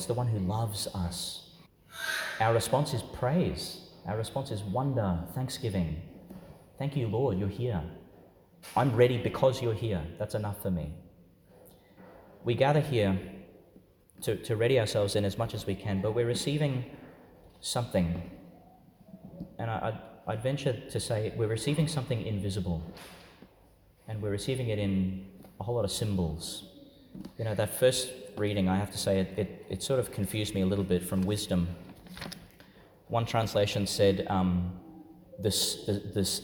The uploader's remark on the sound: Homily for the Nineteenth Sunday in Ordinary Time, delivered in St Peter Chanel Church, Tannum Sands, Qld.